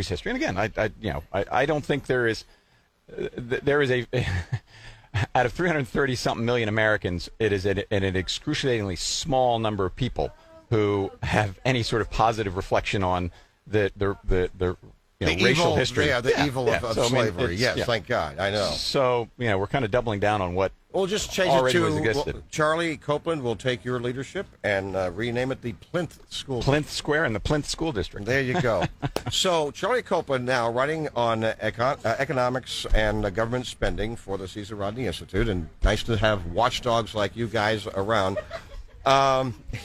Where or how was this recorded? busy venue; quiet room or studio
busy venue